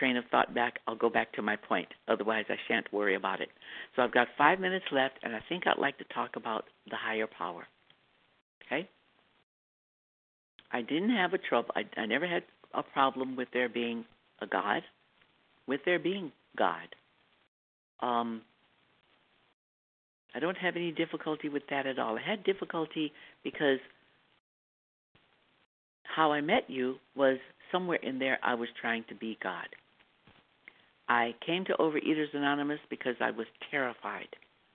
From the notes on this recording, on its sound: from the 100 Pounders Phone Meeting